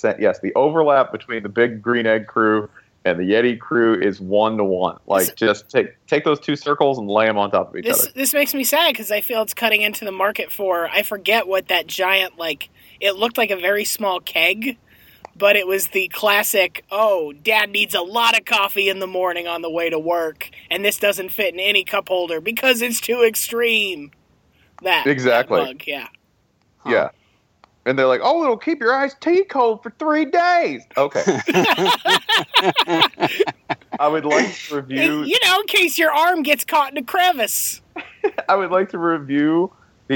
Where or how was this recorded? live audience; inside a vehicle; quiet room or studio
inside a vehicle